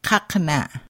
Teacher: Q pronounced as a K deep in the back of your throat